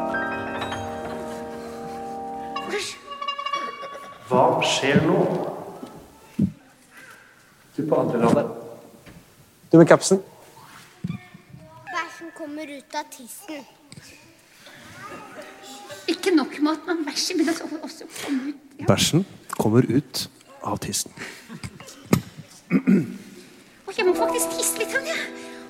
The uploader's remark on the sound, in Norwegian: Live fra Kampen Kirke